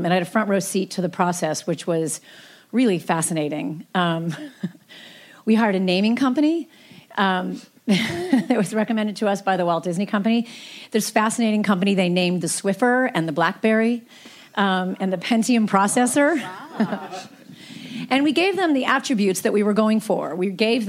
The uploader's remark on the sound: Recorded at ATX Television Festival.